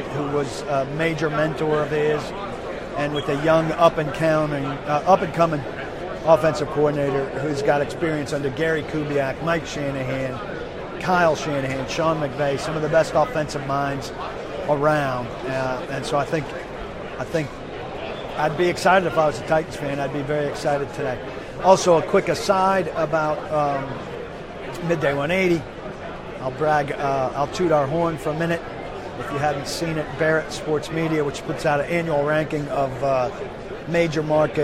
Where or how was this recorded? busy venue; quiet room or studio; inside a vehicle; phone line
busy venue